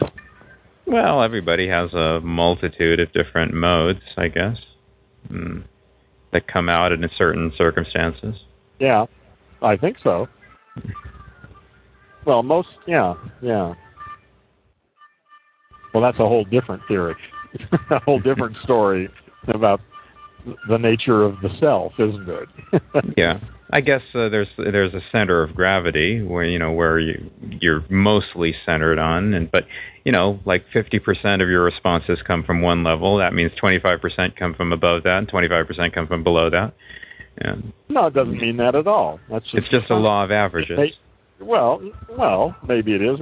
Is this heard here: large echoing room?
no